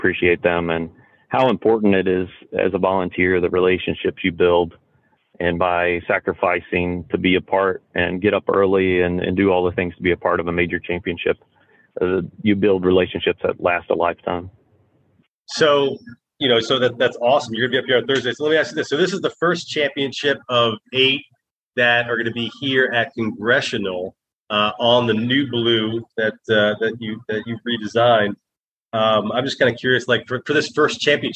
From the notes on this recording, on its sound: called into the podcast from his current job site at Indian Creek